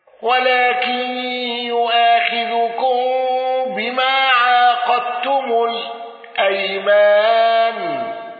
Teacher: ابن ذكوان بتخفيف القاف والمد في كلمة عقدتم